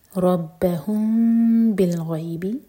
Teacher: تنذرو الذین يخشون، شو مدلين، ربهم بالغيب، ربهم امتی مین کے بعد با، تو یہ اخفاء شفوی، مین کو ہولڈ کریں گے لیکن ہوٹوں کو ٹائٹ بند نہیں کریں گے اور دو سیکنڈس کا ٹائم دیں گے